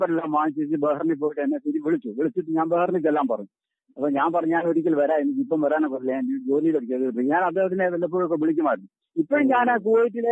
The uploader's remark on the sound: Telephone Interview